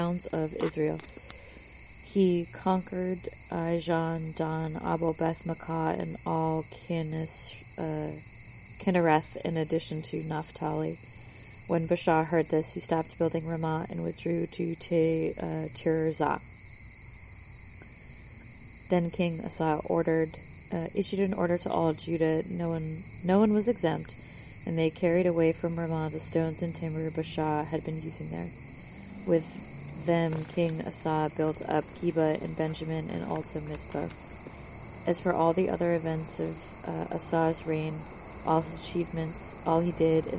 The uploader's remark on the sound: My mom provides a mid-episode laugh track because I recorded outside while she read a book